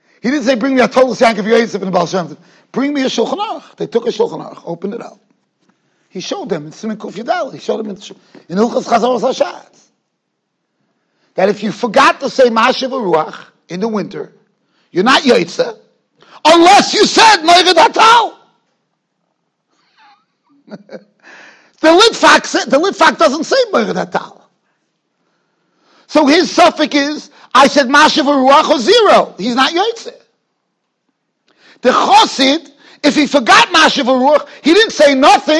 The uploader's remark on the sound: Shiur recorded in Yeshivas Ohr Reuven, Monsey, NY.